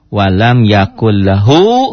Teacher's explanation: L-nya jadi double, nyamber dan double. Walam yakul, walam yakun jadi yakul. · Term: idgham